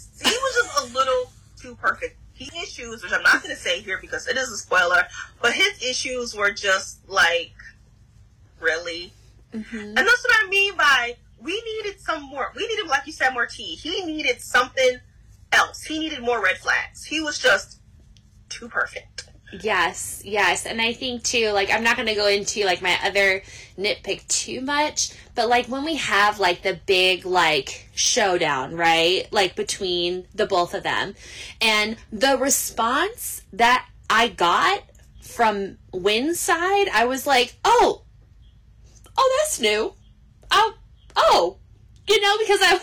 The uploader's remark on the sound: Apologies for the sound; I was having issues.